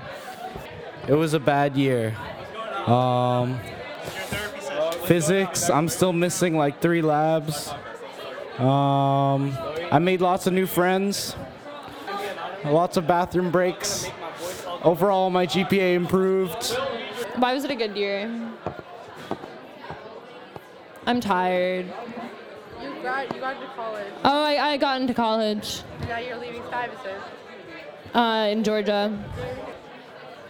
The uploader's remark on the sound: For this special episode, we set up an open-mic booth outside the second-floor exit and the senior atrium. We asked students, teachers, and staff about their highlights of the 2018-19 school year.